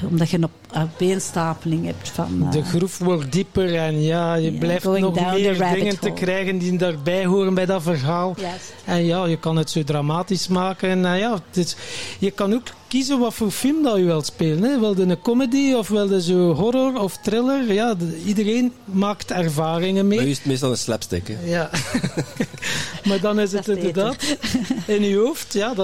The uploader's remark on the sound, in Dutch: In deze bijzondere aflevering, live opgenomen tijdens het Magical Zen Festival